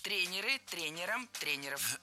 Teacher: И двигать это ударение мы не должны. Всегда ударяем «е» в первом слоге. · Term: неподвижным ударением